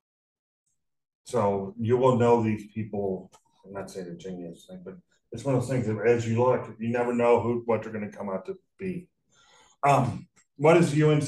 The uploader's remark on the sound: This is the first recording of ED330 class. The audio quality of this episode is not the best. I will be working to improve the audio quality over the next few weeks as I get familiar with the equipment.